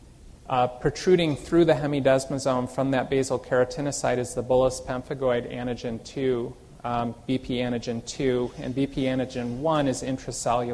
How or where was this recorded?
large echoing room